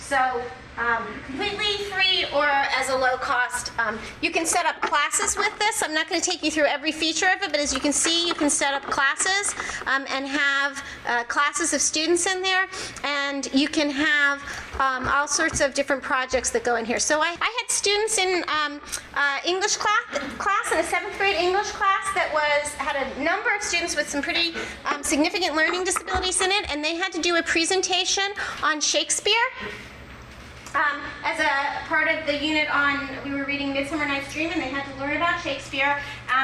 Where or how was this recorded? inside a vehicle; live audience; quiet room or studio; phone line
live audience